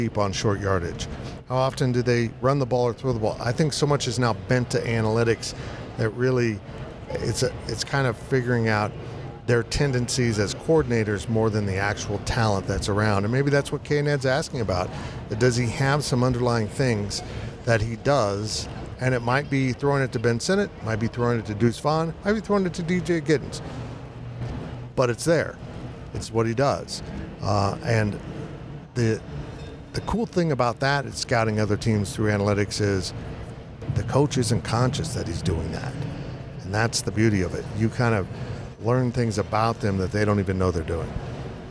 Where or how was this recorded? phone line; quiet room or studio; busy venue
busy venue